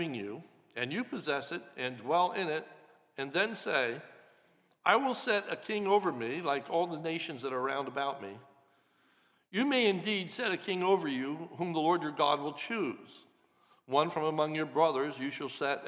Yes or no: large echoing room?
yes